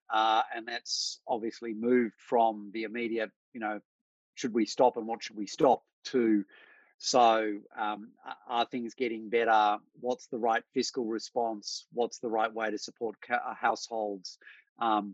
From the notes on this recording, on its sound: COVID-19: Your Questions Answered - Webinar recording.